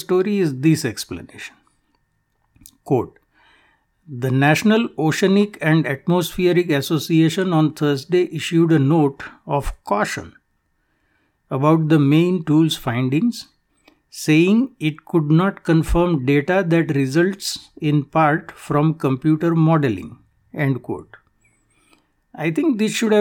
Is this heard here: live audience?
no